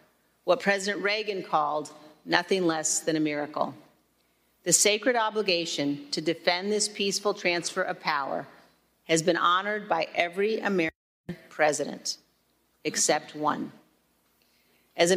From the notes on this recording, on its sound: This episode features audio of the first of a series of public hearings. Held by the House select committee to investigate the Jan.